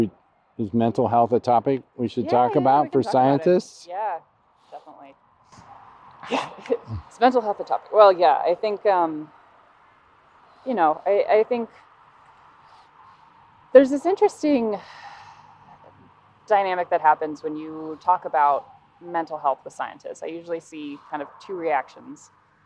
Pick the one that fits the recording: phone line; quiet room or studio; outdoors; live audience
outdoors